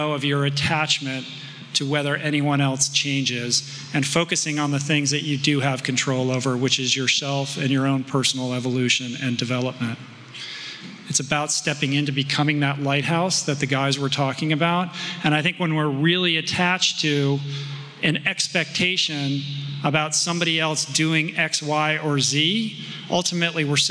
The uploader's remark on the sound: Dublin Live. This episode features the audio from a live event I hosted this past summer at Smock Alley Theatre in Dublin. Opens up to audience Q&A on everything from healthy eating habits to how best to catalyze change in others.